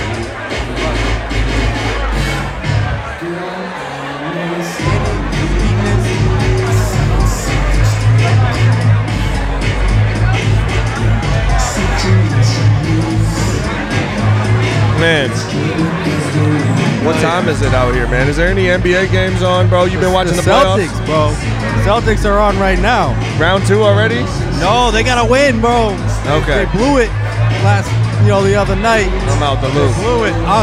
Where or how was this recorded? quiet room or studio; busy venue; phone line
busy venue